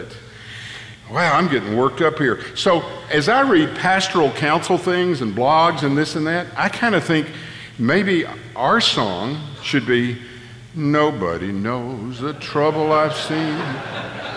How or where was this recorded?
live audience